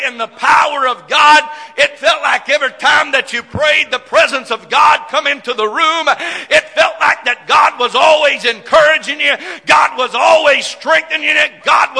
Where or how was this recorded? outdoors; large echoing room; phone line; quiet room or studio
large echoing room